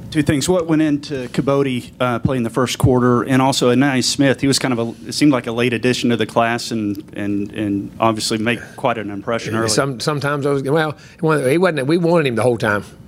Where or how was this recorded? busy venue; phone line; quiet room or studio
busy venue